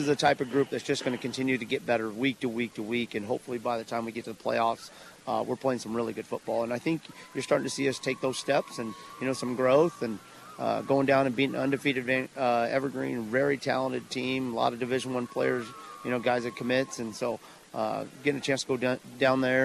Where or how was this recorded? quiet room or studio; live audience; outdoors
outdoors